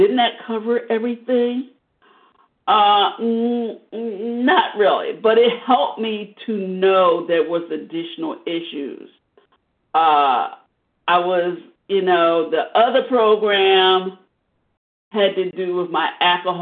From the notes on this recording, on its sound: 100 Pounders Phone Meeting